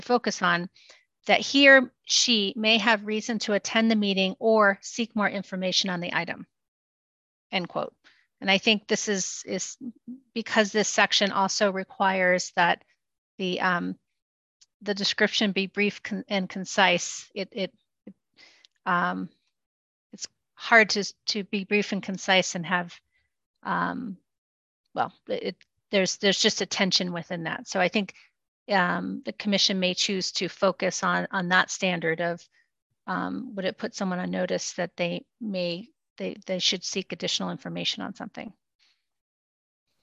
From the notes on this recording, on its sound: Open Government Commission Meeting - ZOOM.